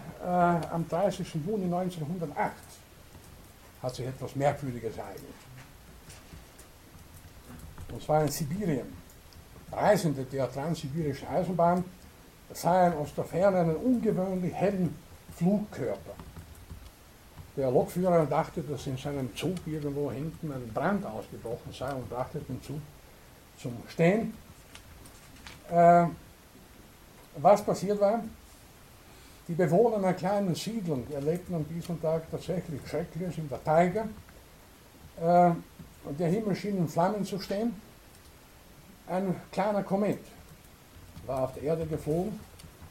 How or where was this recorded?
large echoing room